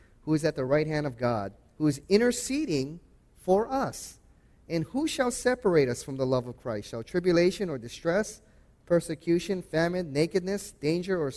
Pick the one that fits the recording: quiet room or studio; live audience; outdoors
live audience